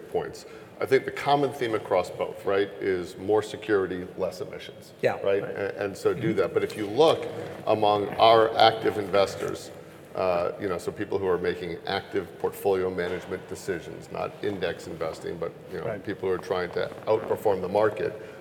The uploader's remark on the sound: Blackrock at THRIVE Energy Conference. At the Daniel Energy Partners THRIVE Energy Conference in Houston.